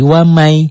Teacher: Karena nun mati ketemu Y, N ketemu Y, N-nya hilang jadi Y, jadi wamai. · Term: idgham bi guna